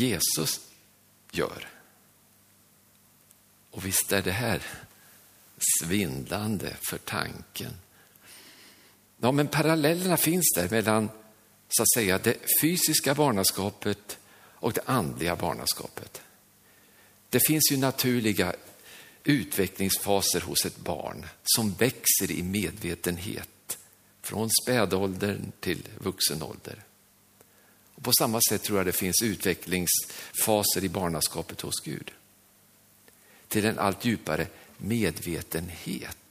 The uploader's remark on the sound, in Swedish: Inspelad under nyårsgudstjänst i Löfstadkyrkan i Tranås 2023-12-31.